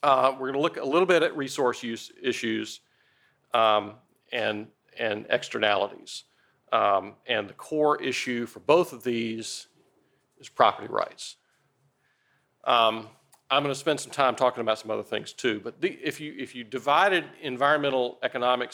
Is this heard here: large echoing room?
yes